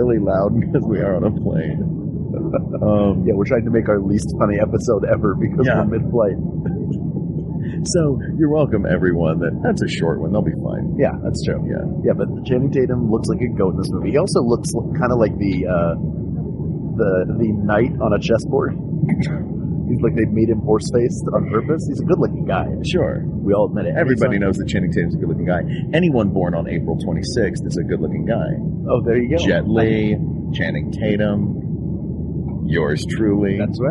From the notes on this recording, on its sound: RECORDED LIVE MID-FLIGHT! Recorded live on a flight from Sydney, Australia to Auckland, New Zealand during the Thrilling Adventure Hour Down Under Tour.